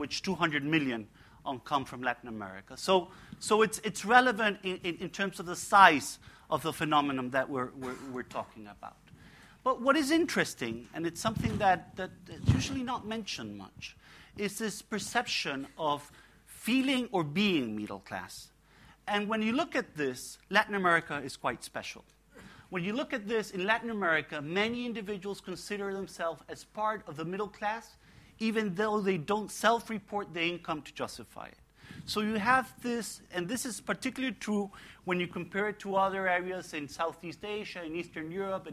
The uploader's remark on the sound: gives a talk for the second plenary of the The Emerging Middle Class in Latin America: Causes, Challenges and Opportunities Conference.